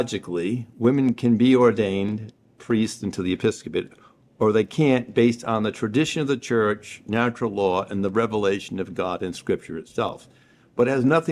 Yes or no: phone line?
no